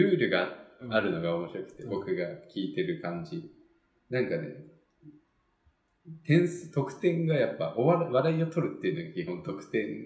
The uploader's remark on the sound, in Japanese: 今回はいつもと違う環境での収録なので、少しばかりエコー味があります